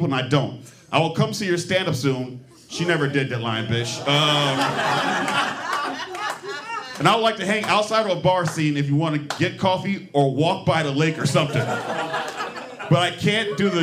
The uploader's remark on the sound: recorded at our live show